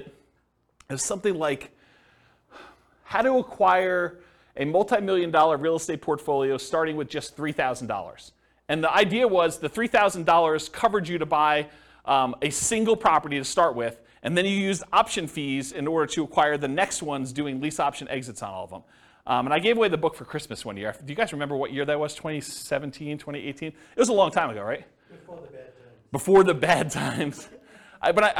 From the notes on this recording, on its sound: This was a live class recorded